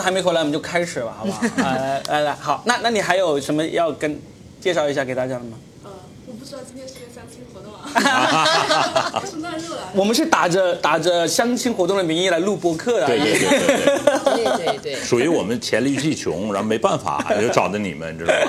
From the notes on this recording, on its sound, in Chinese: 第一次线下相谈会在深圳福田COCO Park三楼的VIP喜剧空间举行，十位听众跟我们一起分享很多对于爱情的有趣想法。本期音频是现场的录音。